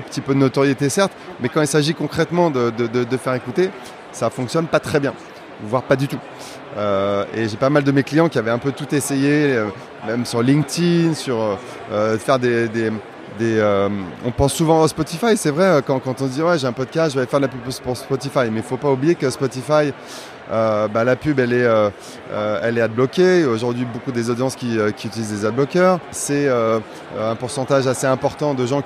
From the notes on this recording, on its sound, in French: Episode spécial enregistré live au Podcast Show 2023 de Londres. This is a special episode of 2goodmedia recorded at the 2023 Podcast Show in London, which is the largest international podcast industry festival in its second edition. Enregistrée lors du London Podcast Show.